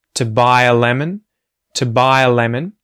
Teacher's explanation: the word to gets reduced and we use the schwa vowel sound. So, instead of to, it becomes to buy a lemon, to buy a lemon.